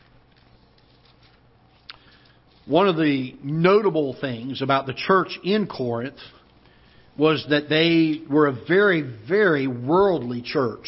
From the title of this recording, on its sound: Ketha Heights Baptist Church ~ Live Broadcast